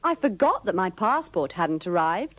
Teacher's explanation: pronounce that with a schwa when it introduces a subordinate clause